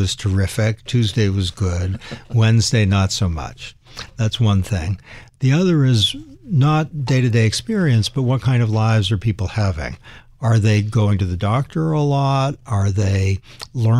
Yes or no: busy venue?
no